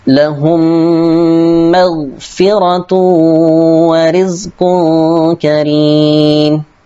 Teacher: terdapat tanwin dhammah bertemu dengan huruf waw sehingga ditahan dua harokat · Term: idgham bi gunnah